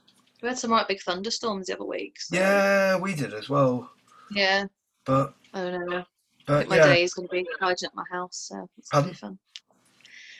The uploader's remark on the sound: It was the first time I used Zoom to record the interview so that was really exciting and easy to use.